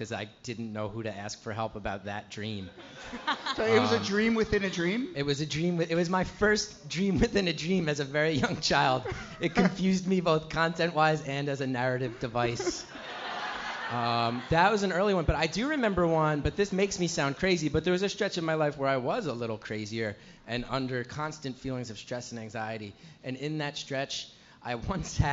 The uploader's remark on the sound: Ask Roulette is a conversation series in which strangers ask each other questions on stage. This excerpt is from our May show at Housing Works Bookstore in New York City. Some audience members.